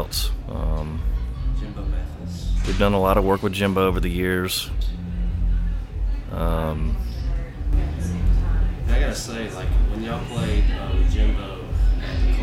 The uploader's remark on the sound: at Avondale Brewing in Birmingham, AL for Brewzapalooza